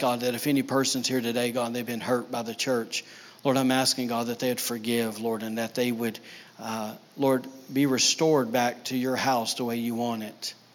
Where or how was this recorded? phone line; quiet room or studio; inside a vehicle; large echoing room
large echoing room